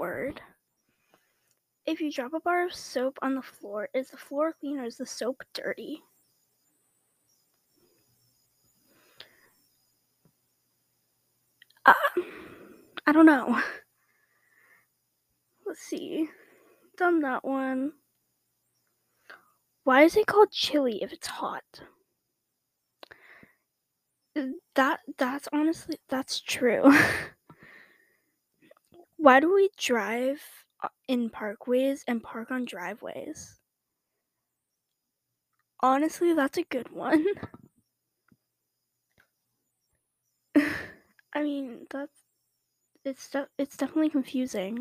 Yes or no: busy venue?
no